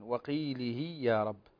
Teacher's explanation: هنا عندنا الهاء مد صلة صغرى تمد بمقدار حركتين